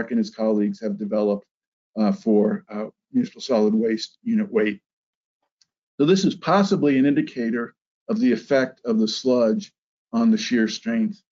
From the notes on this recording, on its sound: This is an audio version of the FGI webinar.